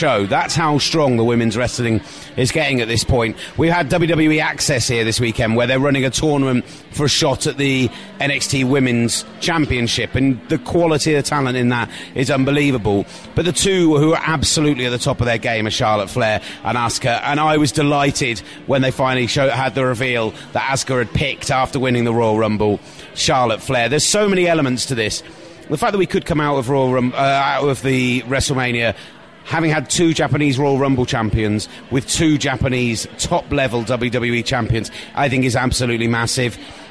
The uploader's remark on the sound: Recorded in a bar in New Orleans.